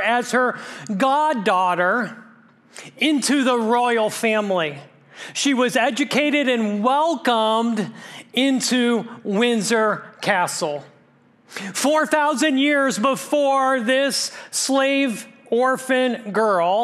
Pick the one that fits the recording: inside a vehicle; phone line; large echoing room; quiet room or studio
large echoing room